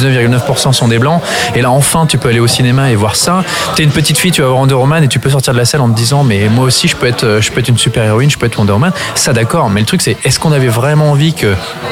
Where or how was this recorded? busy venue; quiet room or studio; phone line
busy venue